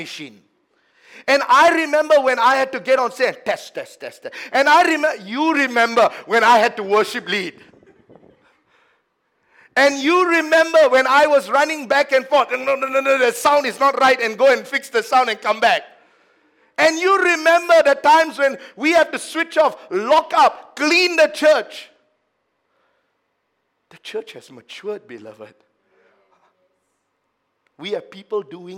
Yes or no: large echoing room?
yes